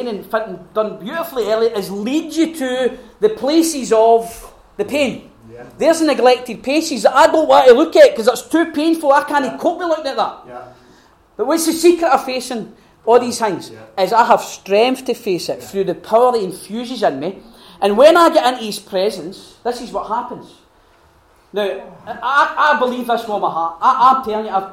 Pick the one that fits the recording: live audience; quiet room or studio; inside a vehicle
live audience